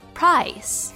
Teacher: younger people are making the sound more of a diphthong